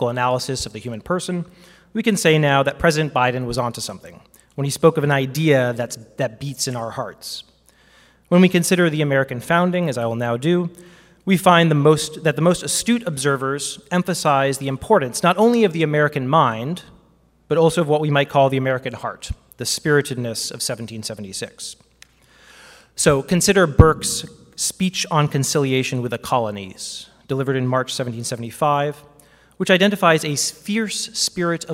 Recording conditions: live audience